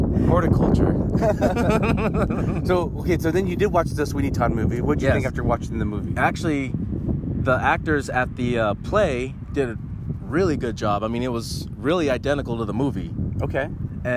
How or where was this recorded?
outdoors